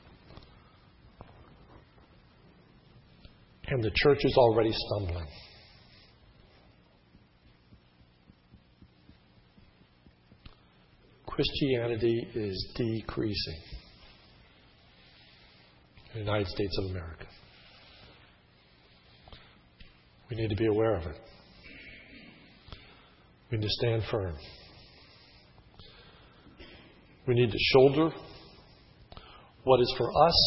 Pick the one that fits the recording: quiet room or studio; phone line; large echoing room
large echoing room